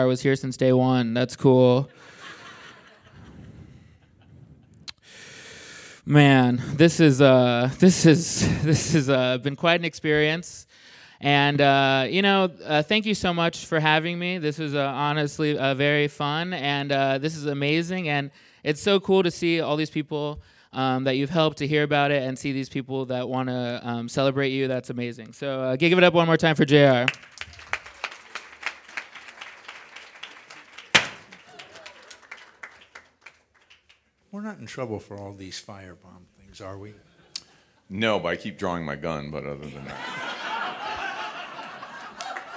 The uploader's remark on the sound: The live recording from the Roast.